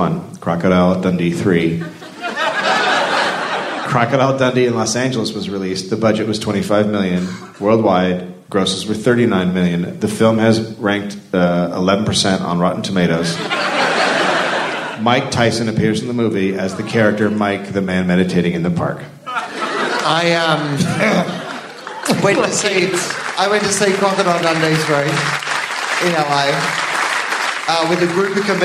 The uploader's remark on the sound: Live in Australia. A live episode recorded at the Anthenaeum Theater in Melbourne.